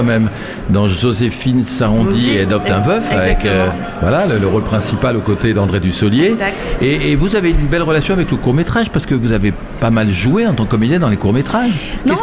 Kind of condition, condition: setting, busy venue